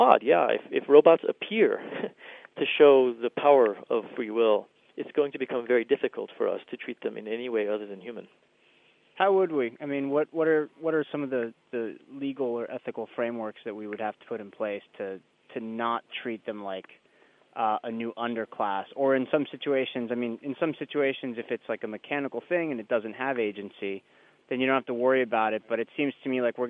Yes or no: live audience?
no